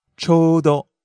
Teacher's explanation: You go up on the う in there.